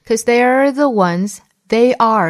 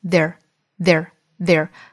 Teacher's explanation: they are 缩约成一个音节的 they're · Shown in: second take